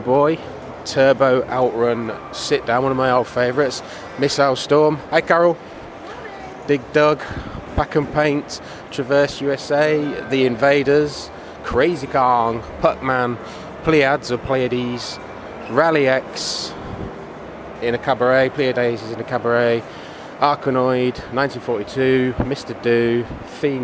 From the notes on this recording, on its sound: Play Expo Audio Diary.